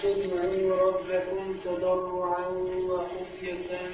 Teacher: التنوين نون ساكنة خفية، وتظهر هذا السكون او هذا التنوين لان بعديه همزة · Term: اظهر التنوين